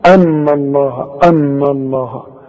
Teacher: رقق النون وفخم لفظ الجلالة · Term: لفظ الجلالة مفخم